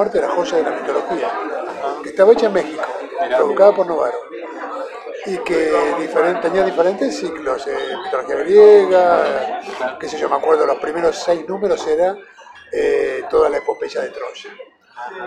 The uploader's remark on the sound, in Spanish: Disculpas anticipadas por el ruido de fondo, pero también se disfrutó mucho compartir un café con esta leyenda.